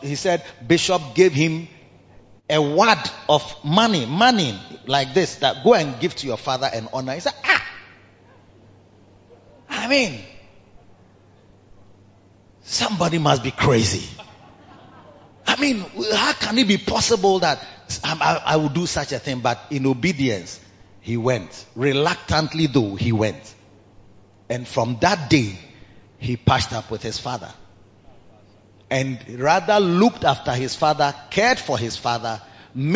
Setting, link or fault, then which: setting, large echoing room